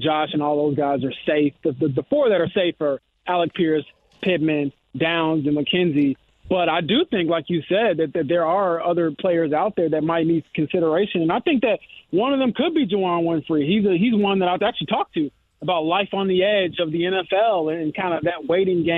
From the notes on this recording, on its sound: Opens the phone lines up and takes some calls! Takes another phone call from a Colts fan.